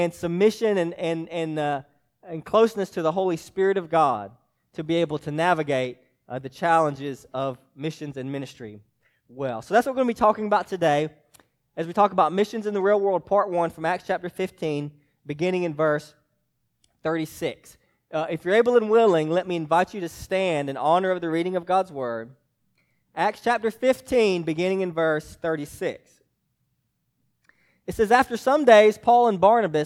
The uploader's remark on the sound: preached to Hillside Baptist Church in Eastman, GA on 2/25/24